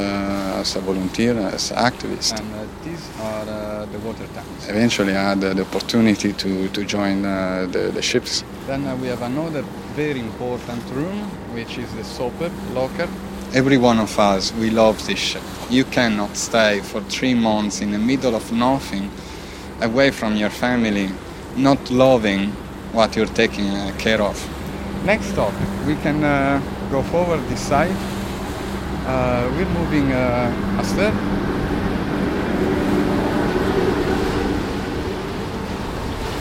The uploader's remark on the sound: recorded aboard the Esperanza